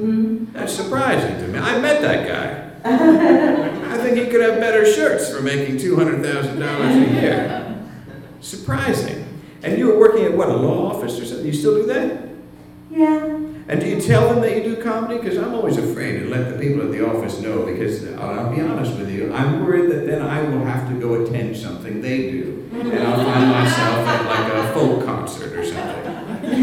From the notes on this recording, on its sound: live episode, recorded April 2nd at The PIT in New York City